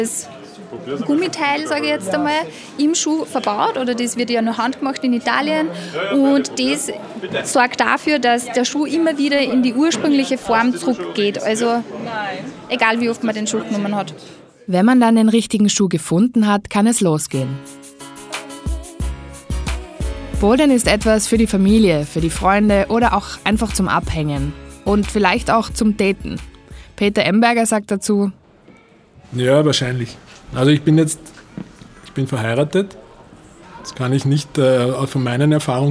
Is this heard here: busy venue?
yes